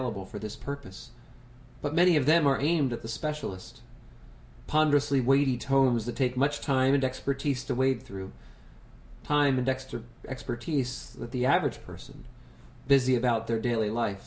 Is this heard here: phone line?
no